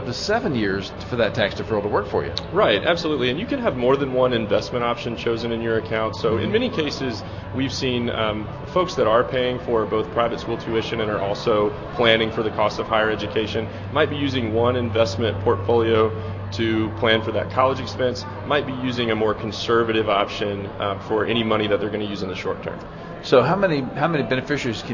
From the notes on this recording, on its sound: Live at the Annual Good News Club Spectacular. Broadcasts live from the Greenville Convention Center for the Annual Good News Club Spectacular.